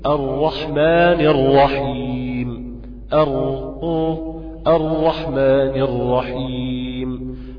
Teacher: منفذ ثقب كده بسيط خالص يسمح بمرور الهواء، مسافه صغيره جدا بين ظهر الطرف وبين اللثه العليا · Term: اخفاء التكرير